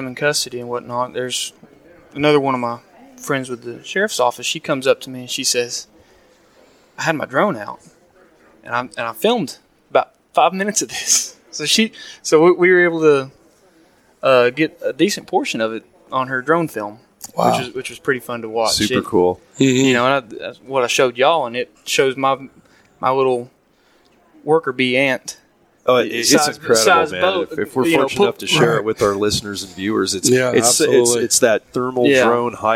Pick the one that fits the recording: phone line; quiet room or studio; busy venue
busy venue